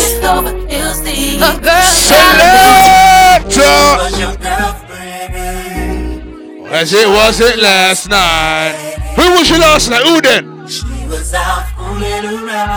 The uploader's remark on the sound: The 407 Chalet after party at the Caribbean Weekender Live set. High vibes and sing alongs!